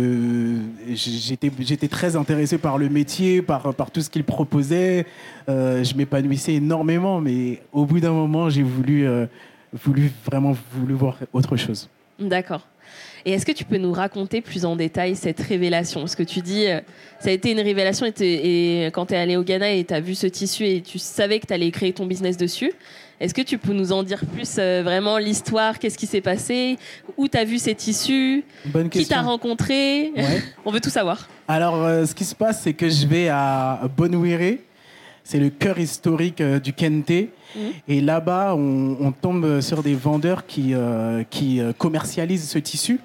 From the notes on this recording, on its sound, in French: Enregistré en live à l'occasion de l'événement Slow fashion & culture organisé par Weslow, accélérateur de marques engagées mode et lifestyle.